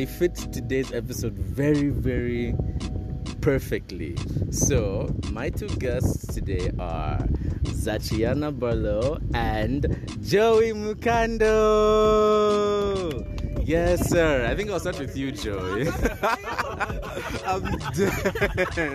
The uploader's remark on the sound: Apologies for the Wind in the background